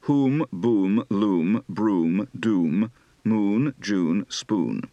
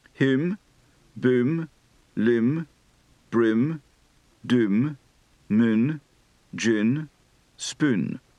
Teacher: This vowel shifts sometimes to I, so whom is pronounced him. · Shown in: second take